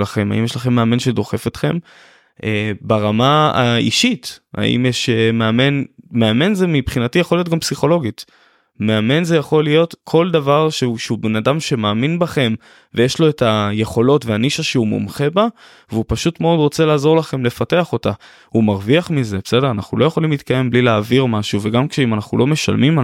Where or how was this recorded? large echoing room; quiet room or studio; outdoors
quiet room or studio